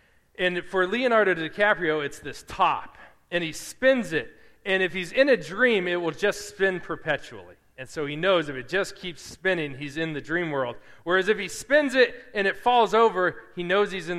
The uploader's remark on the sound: Preached at Restoration Road Church on August 20, 2017.